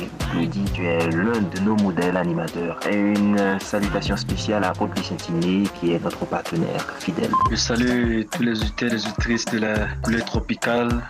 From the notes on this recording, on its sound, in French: Par téléphone